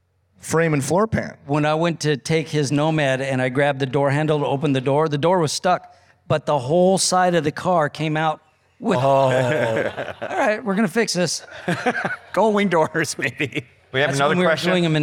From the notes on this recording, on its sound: Talking Classic Cars debuts our first live interview session at the 2022 Pebble Beach RetroAuto Forums. In front of a live audience.